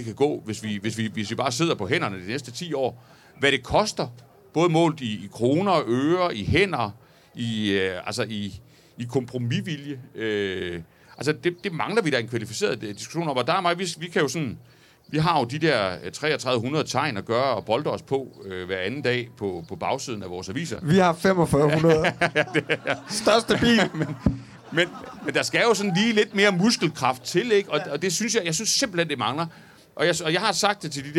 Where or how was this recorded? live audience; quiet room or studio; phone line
live audience